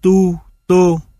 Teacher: t là một phụ âm không tròn môi, nhưng khi đi với các nguyên âm tròn môi như u, o, nó cũng bị tròn môi lây